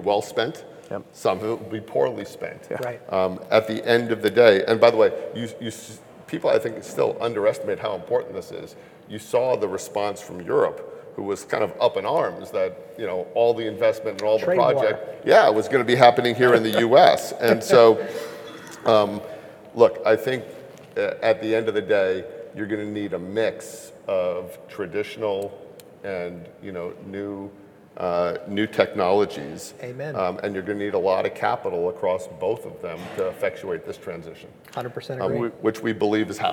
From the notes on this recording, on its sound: Blackrock at THRIVE Energy Conference. At the Daniel Energy Partners THRIVE Energy Conference in Houston.